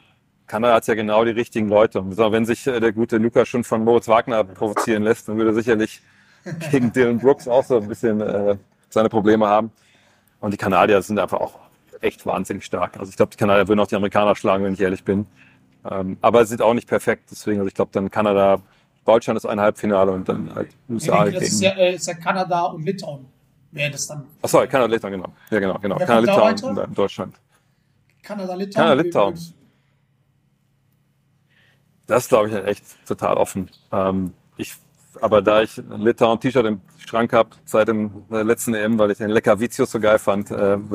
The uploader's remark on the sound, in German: Live vor Ort in Manila.